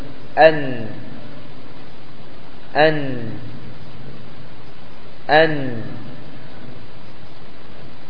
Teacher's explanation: من طرفه تحت مخرج اللام قليلا تخرج النون